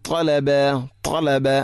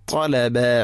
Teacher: ത്വാ ഉച്ചരിക്കുമ്പോൾ നാവിൻ്റെ മധ്യഭാഗം അണ്ണാക്കിലേക്ക് ഉയരുക എന്നുള്ളതാണ്, ചേർന്ന് നിൽക്കുക എന്നുള്ളതാണ്.